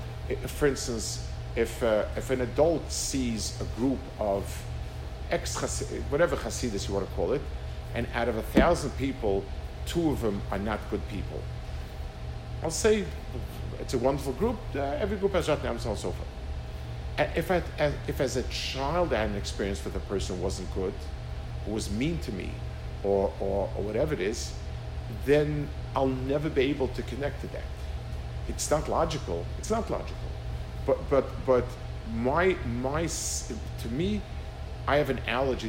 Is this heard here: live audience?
yes